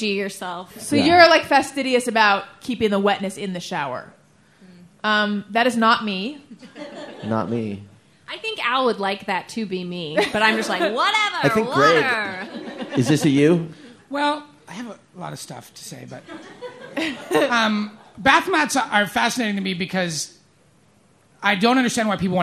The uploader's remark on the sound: Live from Podfest. Live from LA Podfest.